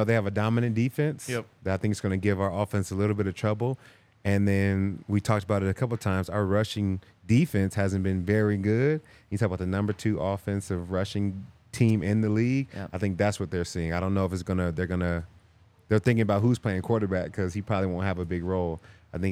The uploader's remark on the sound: coming to you LIVE from the DNVR Bar